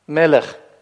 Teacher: «к» будет иметь щелевое произношение, потому что она после гласной идет